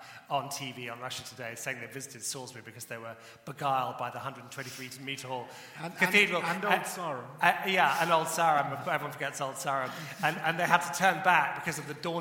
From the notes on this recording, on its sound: Recorded at The Emmanuel Centre in London in September 2018.